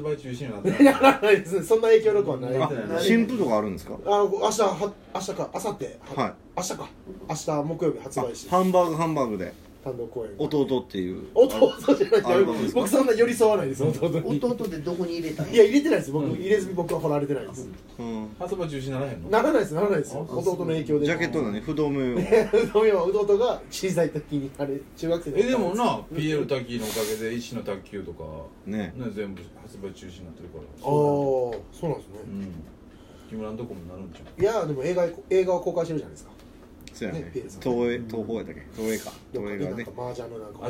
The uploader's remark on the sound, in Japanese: RECORD(お店)より